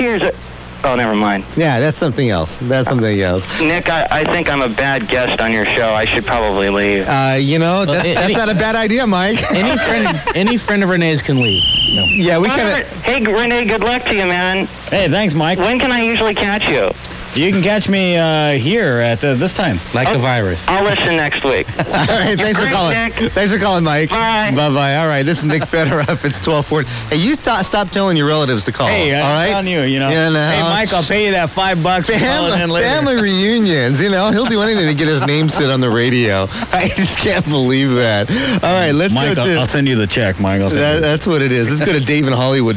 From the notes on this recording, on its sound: podcasts live from Café Anyway